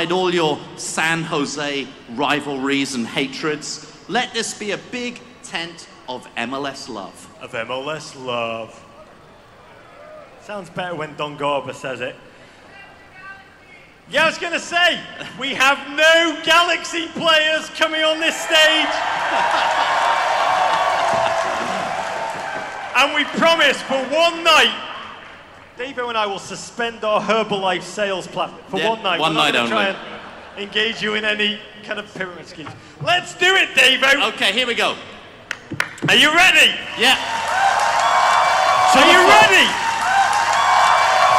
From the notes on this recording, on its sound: MLS All-Star Special Live in San Jose. Live Show in San Jose, California.